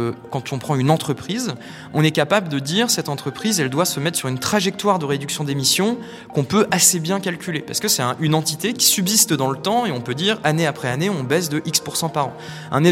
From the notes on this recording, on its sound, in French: Extrait sonore de la table ronde à l’occasion de l’événement Demain le sport